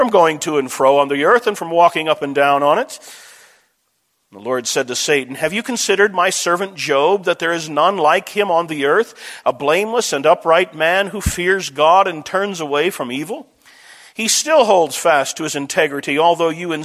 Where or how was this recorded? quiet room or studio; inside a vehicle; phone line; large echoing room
large echoing room